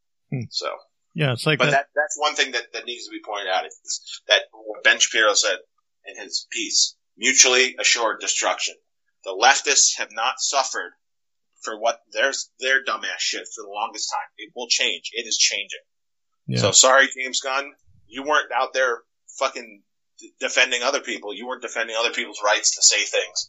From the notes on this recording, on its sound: Technical issues with audio, apologies